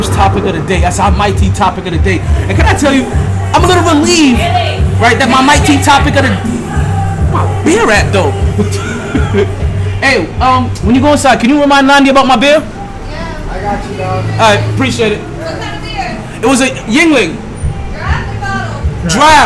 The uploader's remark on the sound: Live From Sharkey's where LADIES DRINK FREE